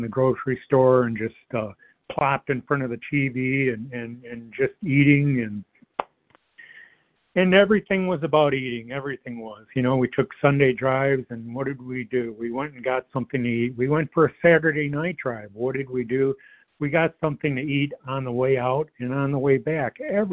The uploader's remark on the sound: 100 Pounders Phone Meeting